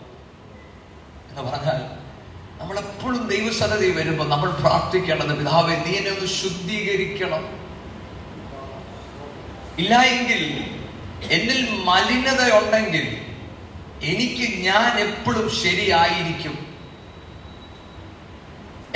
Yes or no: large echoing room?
yes